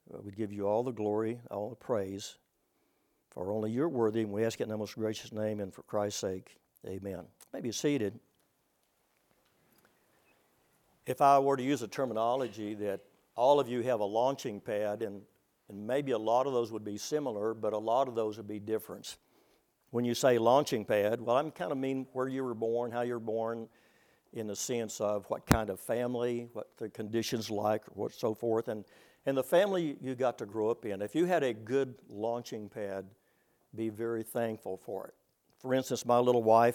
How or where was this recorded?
large echoing room